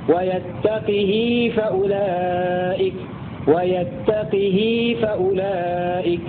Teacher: قرأ بكسر القاف والهاء وصلتها بمقدار حركتين